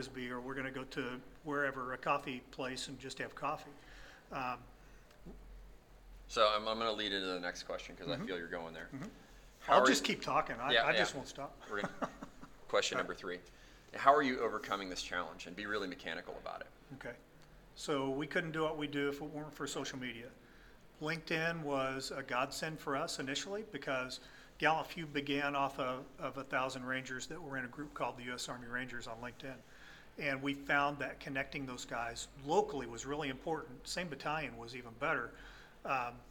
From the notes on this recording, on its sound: at the Military Influencer Conference